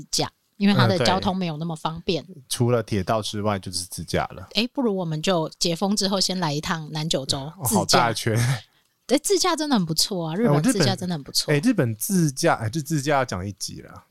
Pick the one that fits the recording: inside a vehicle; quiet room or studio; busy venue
quiet room or studio